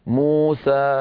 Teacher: موسى هي مدود طبيعية لا يصح تطويلها عن حركتين